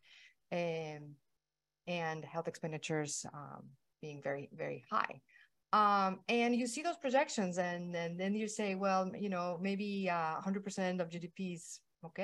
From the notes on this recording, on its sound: Recording sourced from our webinar held on May 24, 2023.